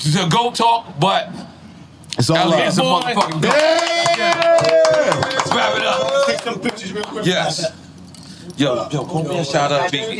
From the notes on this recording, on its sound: Live from Rolling Loud the guys stop by for a good time!